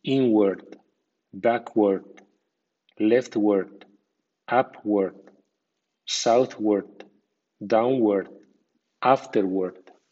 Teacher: W-A-R-D suena word con acento débil y es más bien americano